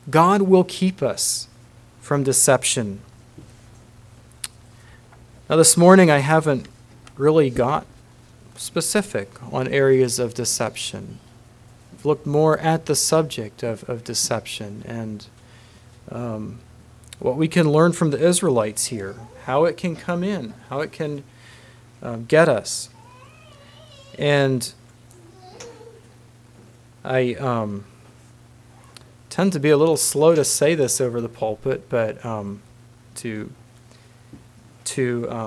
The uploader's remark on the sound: Message preached at Word Of Hope Mennonite Church